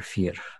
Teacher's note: it is certainly acceptable to have that kind of a lightly trilled, as an affricate kind of R, fear. Perhaps a little bit less fear, a little bit shorter.